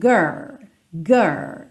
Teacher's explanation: tem que pensar mesmo na língua enrolada, girl